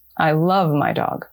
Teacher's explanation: the important word becomes love · Term: stress